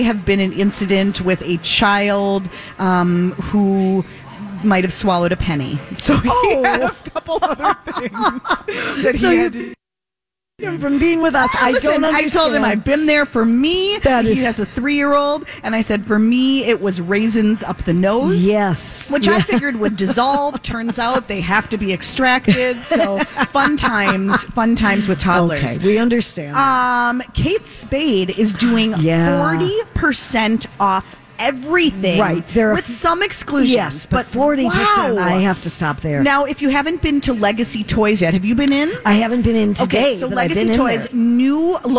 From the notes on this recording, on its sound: broadcasting live at the Galleria for Small Business Saturday